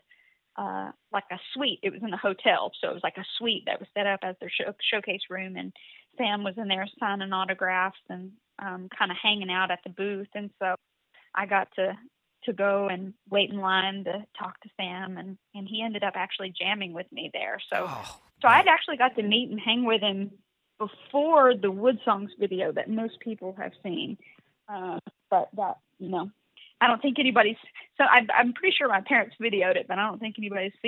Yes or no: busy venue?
no